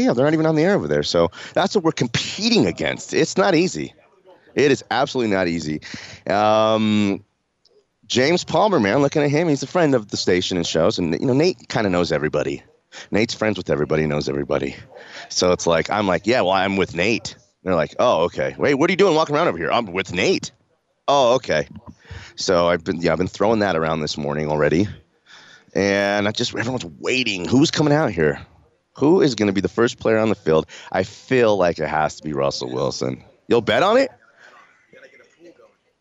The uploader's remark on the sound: LIVE from Broncos training camp